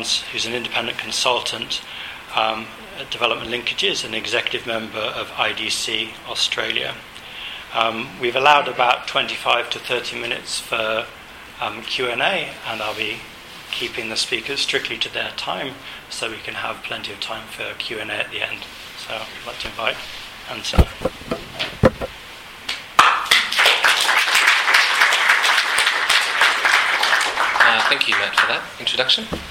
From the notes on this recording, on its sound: This podcast includes Q&amp;A from the event. 2013 aid budget breakfast.